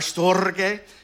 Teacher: Storge, which I just want to say with a rolled R